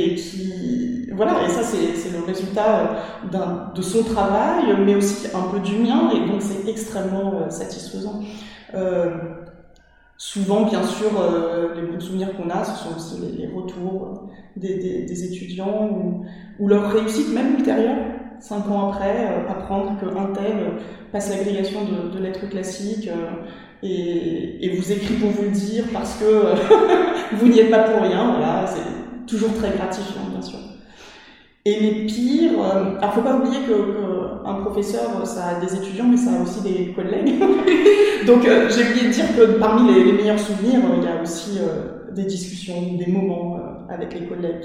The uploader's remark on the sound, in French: Nous avons enregistré cet épisode au sein d’une salle de classe, et nos voix résonnent quelque peu, je m’en excuse d’avance ! Nous avions changé de salle justement pour pallier à cet inconvénient, en nous installant dans une salle plus petite pour éviter tout écho … Eh bien, c’est raté.